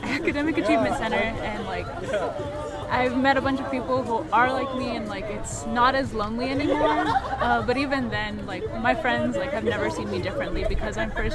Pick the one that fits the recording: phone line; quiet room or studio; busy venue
busy venue